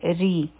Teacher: دا را چې ده دا به نری ویلی شي ځکه چې د را د لاندې کسره ده ری سین دوه حرکه به وایو یعنی حرفي مده دی ځکه